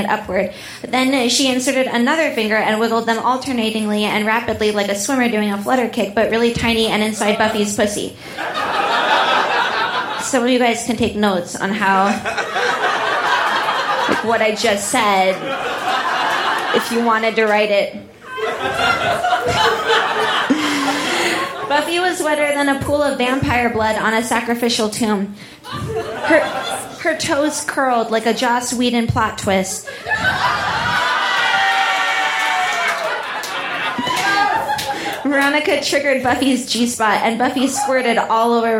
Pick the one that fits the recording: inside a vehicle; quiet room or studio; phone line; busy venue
busy venue